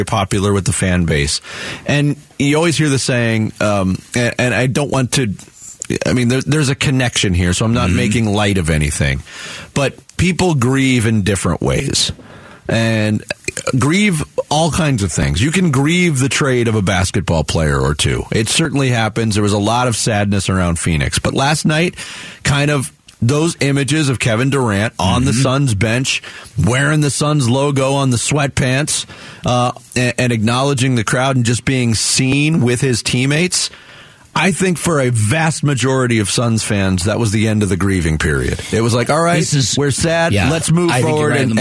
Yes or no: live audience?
no